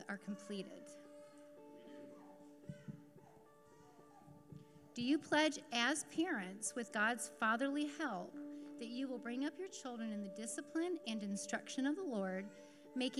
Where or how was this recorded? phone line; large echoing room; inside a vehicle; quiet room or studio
large echoing room